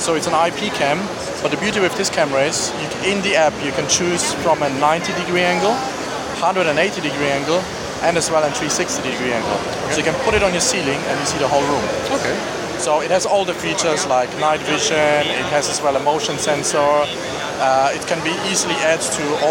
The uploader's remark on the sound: In the last of my smart home interviews from Gadget Show Live, I look at one of the new entrants to the market, Smanos.